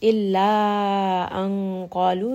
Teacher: this is a heavy إخفاء، نون ساكن followed by the letter قاف. So make sure that you are making this heavy, bringing this up into the nose.